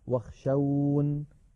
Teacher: ونقف عليها واخشون هكذا بحذف ياء المتكلم